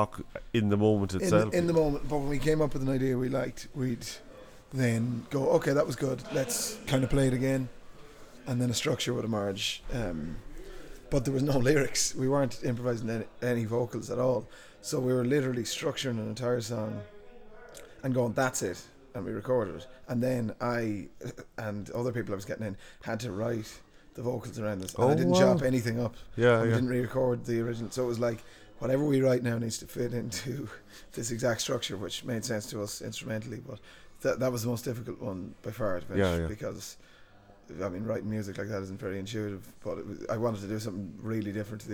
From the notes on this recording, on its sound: Invited to the Hedge School festival down in Doolin to interview some of the line-up. Hedge School is an artist run, not for profit festival for those who need to create. With music and literary workshops during the day and live performances at night.